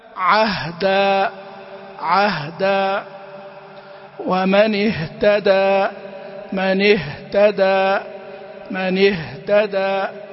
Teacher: مخرجه هو أخو الهمزة، الاثنين في نفس المخرج من أقصى الحلقة، وصفاته الهمس والرخاوة والاستفال والانفتاح والخفاء. · Term: حرف الهاء